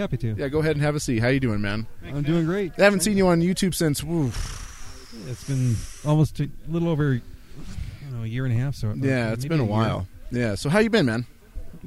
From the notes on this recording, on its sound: at the fifth annual Jackalope Freedom Festival Non-Event 2016 at Baca Meadow, AZ